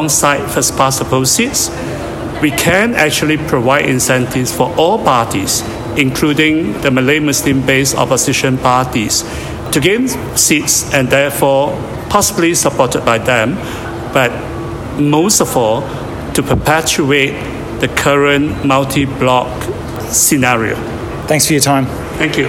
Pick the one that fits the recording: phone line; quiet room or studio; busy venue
busy venue